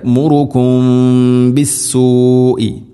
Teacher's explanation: സാക്കിന മീമിന് ശേഷം ബാ വന്നാൽ ഇഖ്ഫാ ഷഫവി ചുണ്ടിലൂടെ അവ്യക്തമാക്കി മണിക്കുകയാണ് വേണ്ടത്